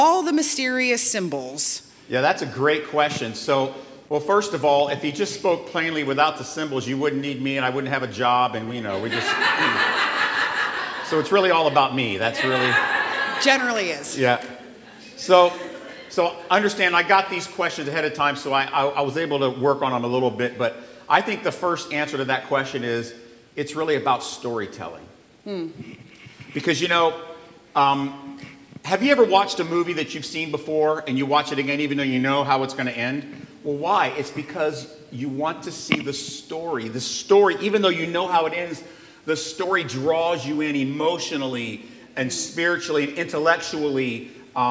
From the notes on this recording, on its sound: where the congregation got to ask some burning questions